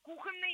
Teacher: Но нет, слово «кухонный» не амограф, и в любом значении у этого слова должно ударение падать на первый слог